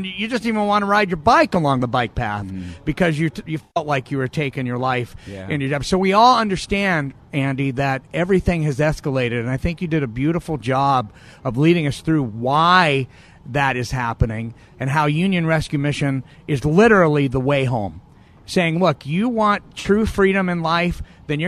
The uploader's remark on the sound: Live From Union Rescue Mission